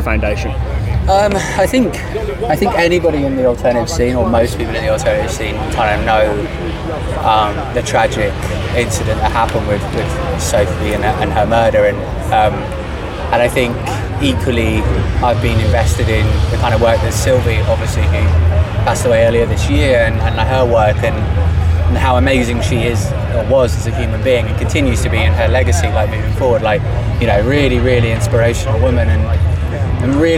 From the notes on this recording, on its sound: Live from Bloodstock Festival 2022